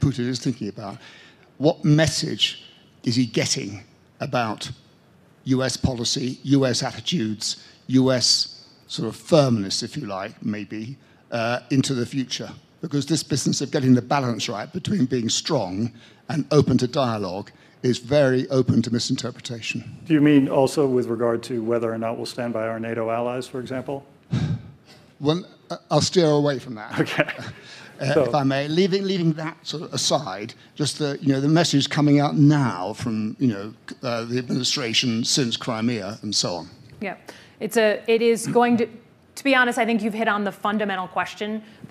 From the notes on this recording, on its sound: Their discussion, which takes place at the Aspen Security Forum